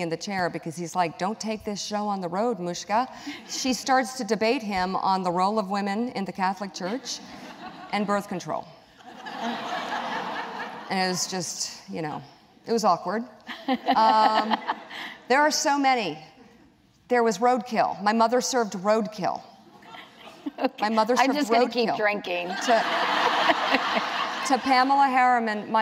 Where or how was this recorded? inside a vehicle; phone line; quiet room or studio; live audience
live audience